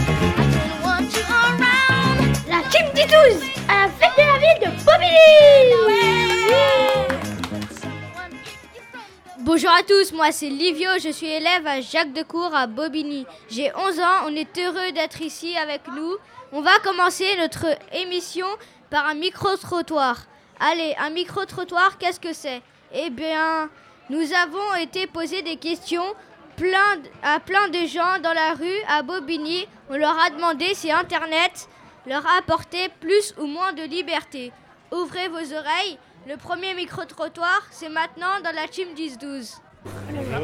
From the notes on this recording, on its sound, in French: Les enfants du centre de loisir Victor Hugo ont enregistré l'émission " la team 10 12" lors de la fête de la ville de Bobigny le 15 juin.